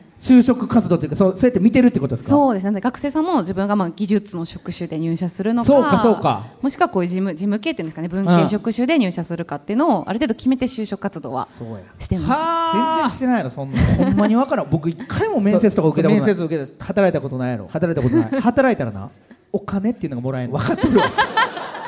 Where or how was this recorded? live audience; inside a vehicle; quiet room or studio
live audience